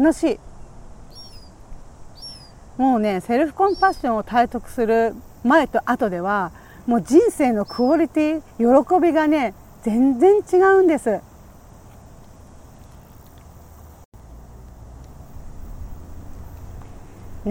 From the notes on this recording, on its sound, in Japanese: 強風で、途中、風の音で音声が悪くなってしまい、すいません。